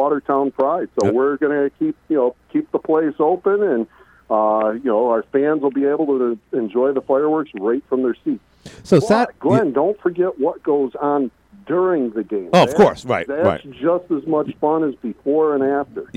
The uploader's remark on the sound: called in today.